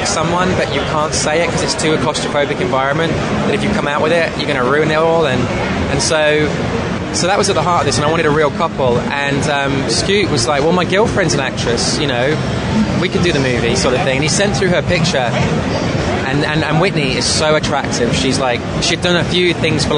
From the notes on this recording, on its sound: Interview taped on the floor of New York Comic Con